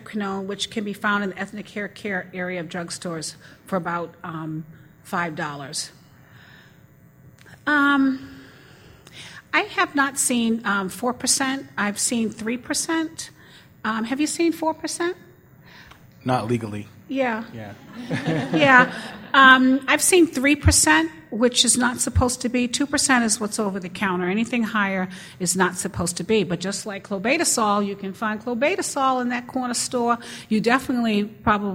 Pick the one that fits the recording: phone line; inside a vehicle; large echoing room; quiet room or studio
large echoing room